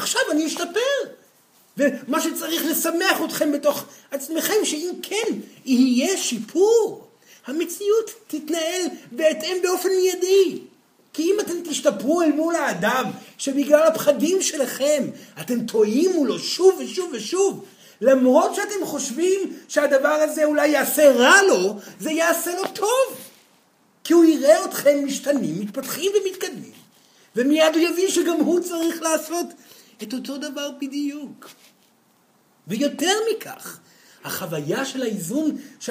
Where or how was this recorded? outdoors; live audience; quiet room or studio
live audience